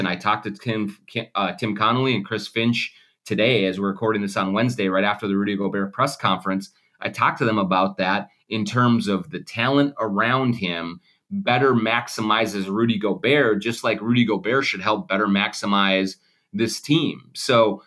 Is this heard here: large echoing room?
no